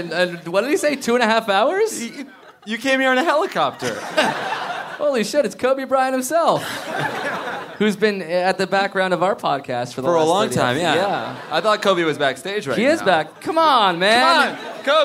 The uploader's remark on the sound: Recorded in front of a live studio audience at Littlefield bar in Brooklyn, NY!